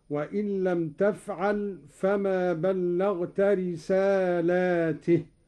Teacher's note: قرأ قالون بمد اللام على الجمع هكذا: وإن لم تفعل فما بلغت رسالاته، لأن الرسالات تتعدد.